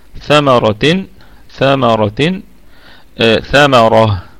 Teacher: نقف على الكلمة كلها مرققة ما عدا الراء مفخمة وقفا ووصلا